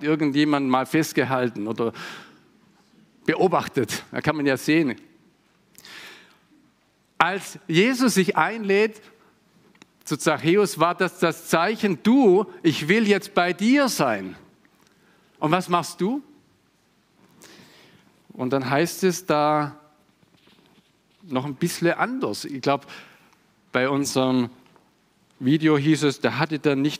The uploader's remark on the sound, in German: Konfirmationsgottesdienst